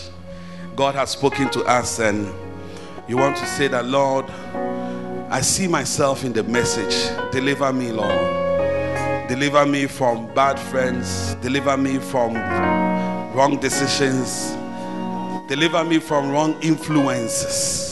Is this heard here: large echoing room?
yes